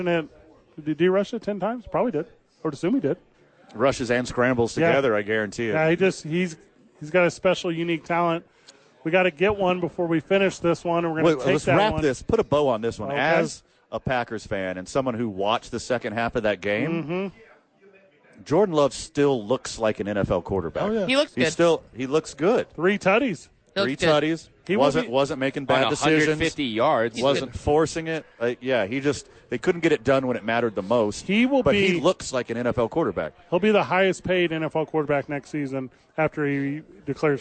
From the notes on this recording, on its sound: The Bois are live from Howie's Sports Page.